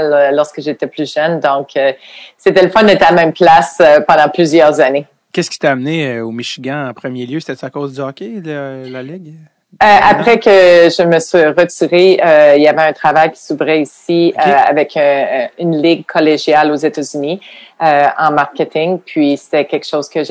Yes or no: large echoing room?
no